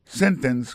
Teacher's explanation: Là pour commencer encore, sentence, ça veut dire phrase, accent tombé sous premier syllabe là